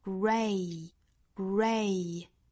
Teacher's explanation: 要注意一个元音的滑动，也就是从 a 的口型滑动到一个 i, a, a,再去加辅音 gray,gray。到后面这个 t 的位置呢，我们就要注意了，这里面是顿这么一下，但是不真正的把这个 t 爆破出来，也就是这里其实是一个不完全爆破。Greatness 摆出这个 t 的口型，也就是舌尖在上齿龈的位置去抵一下，然后再去发后面的 ness 的发音。Greatness 顿这么一下，greatness, greatness,greatness，后面的这个 ness, n